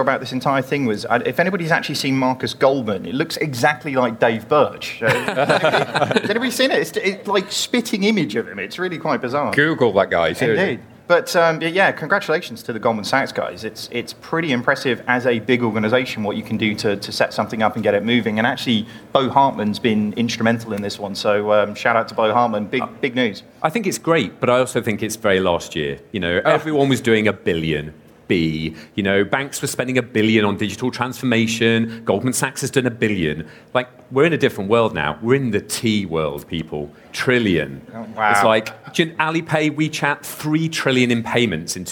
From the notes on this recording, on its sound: LIVE from Money20/20 Europe. We bring you our first ever live podcast, recorded in front of a live audience at Money20/20 Europe, Copenhagen. They discuss the latest news and stories with additional audience interaction.